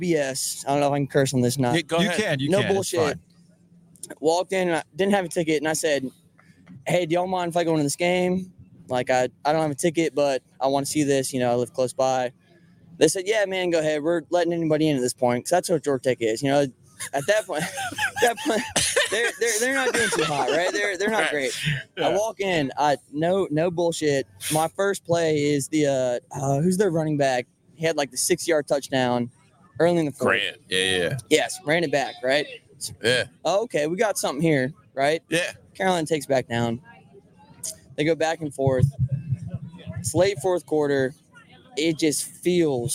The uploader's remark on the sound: From the Breeze Thru parking lot. Live from the Breeze Thru on Trinity Rd.